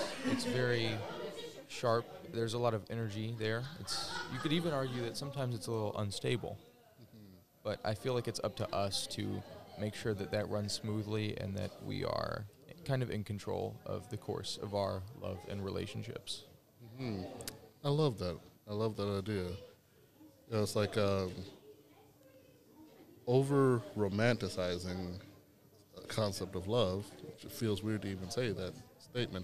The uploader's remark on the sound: Recorded during the June Teen Vibe Camp.